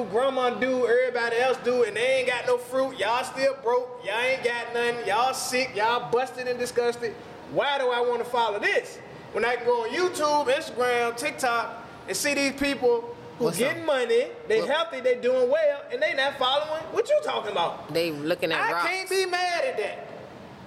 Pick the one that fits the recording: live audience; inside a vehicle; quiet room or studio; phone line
live audience